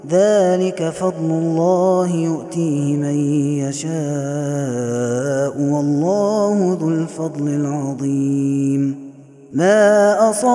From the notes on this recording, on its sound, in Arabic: هذا التسجيل من صلاة التراويح.